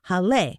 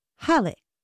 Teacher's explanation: But the accent is only there to let English speakers know that this was a German person's last name and that it was to be broken into two syllables and not pronounced Hall or something. But it is pronounced with the stress on the first syllable · Shown in: second take